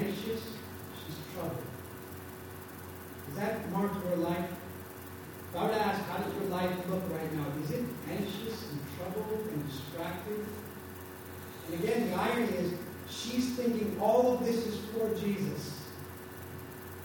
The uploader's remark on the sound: Our apologies for the poor sound quality of this recording.